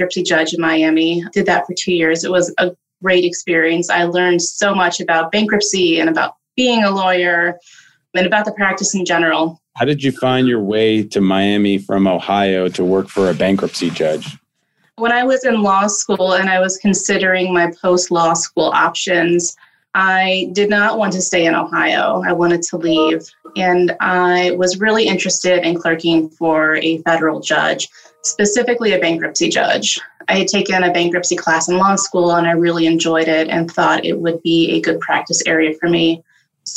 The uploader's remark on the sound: recorded zoom edition